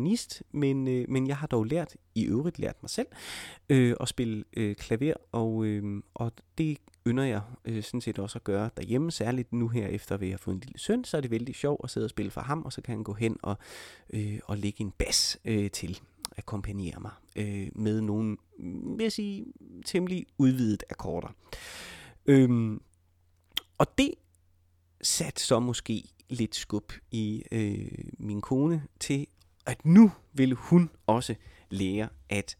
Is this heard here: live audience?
no